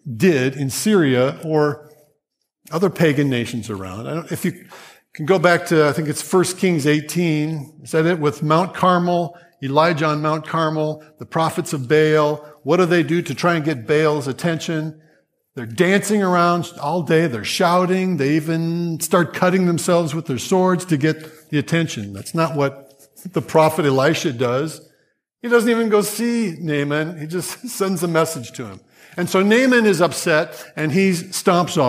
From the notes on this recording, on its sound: Grace Church Sermon Audio